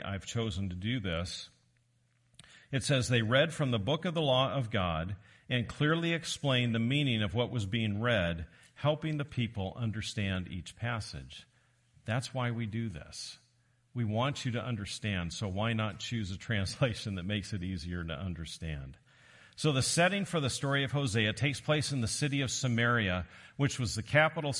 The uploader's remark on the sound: Recorded live on Sunday, May 14, 2023